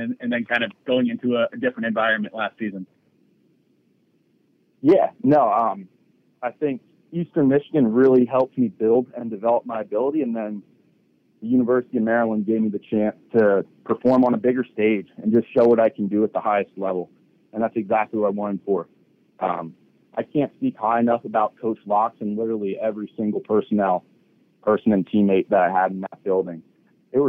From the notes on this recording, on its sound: addresses the media during his conference call